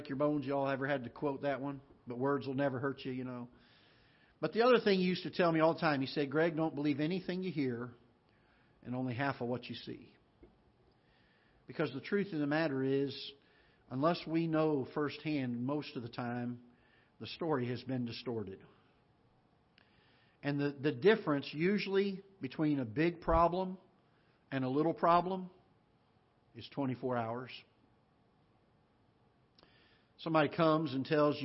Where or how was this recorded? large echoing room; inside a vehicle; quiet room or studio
large echoing room